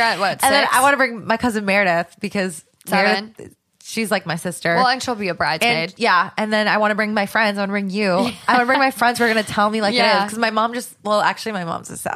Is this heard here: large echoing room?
no